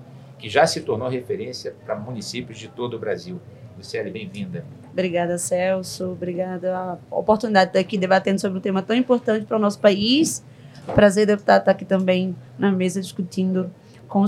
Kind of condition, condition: setting, busy venue